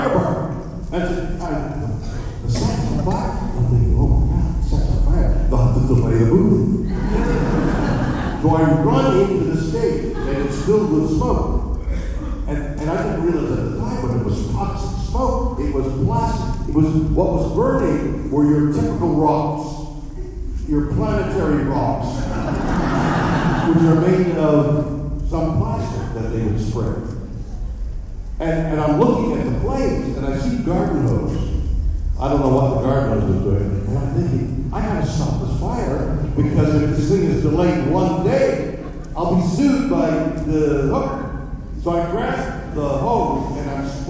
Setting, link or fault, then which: setting, live audience